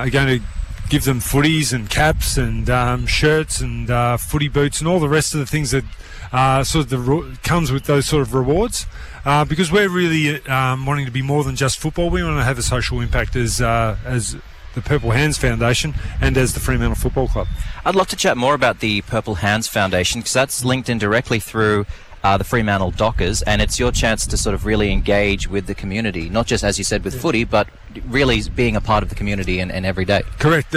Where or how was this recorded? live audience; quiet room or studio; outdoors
outdoors